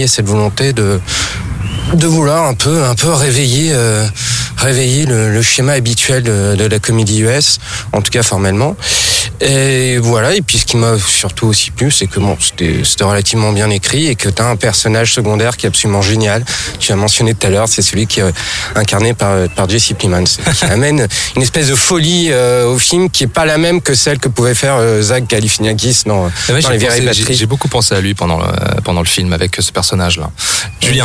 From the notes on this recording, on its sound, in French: Enregistré au Parc de Bercy le samedi 21 avril 2018